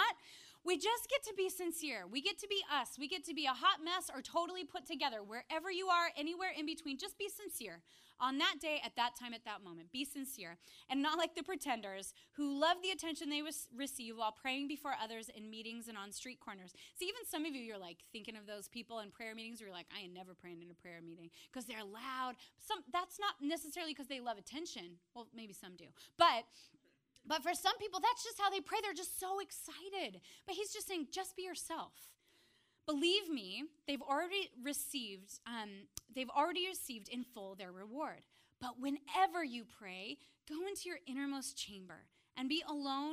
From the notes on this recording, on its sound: preached this message on January 7th at our Upper West Side communiy